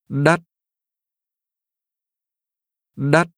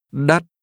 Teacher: Expensive is pronounced with a rising tone.